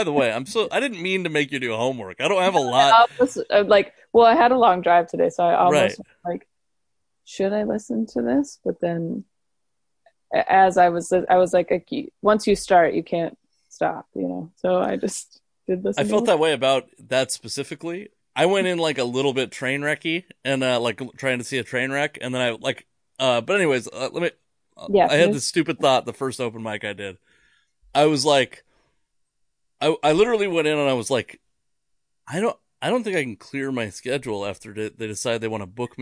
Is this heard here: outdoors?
no